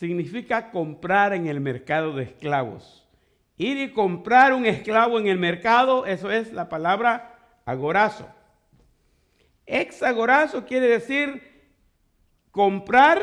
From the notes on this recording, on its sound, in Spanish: Fue grabada en en vivo desde iglesia IBSA en Santa Ana California.